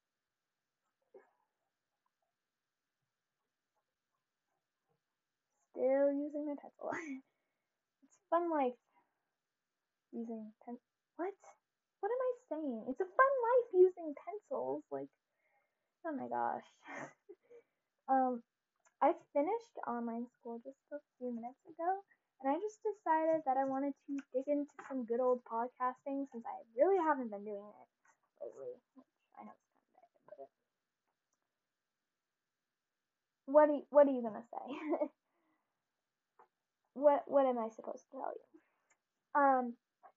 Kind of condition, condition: fault, background noise